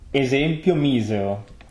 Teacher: But since we were talking about voiced and unvoiced S's, our esempio misero, those are both voiced S's, right? Esempio misero. So they're both Z sounds.